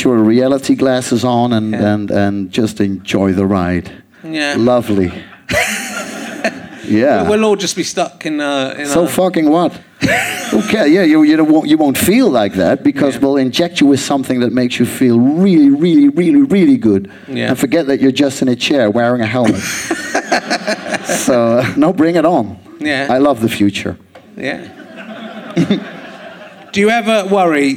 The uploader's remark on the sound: Leicester Square Theatre Podcast